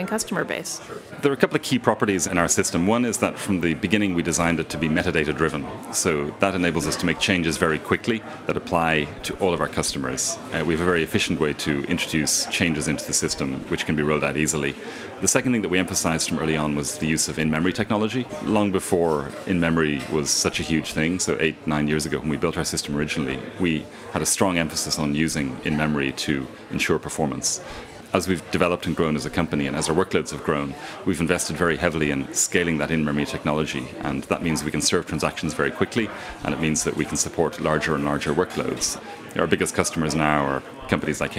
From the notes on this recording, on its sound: In this livecast from the Structure Conference in San Francisco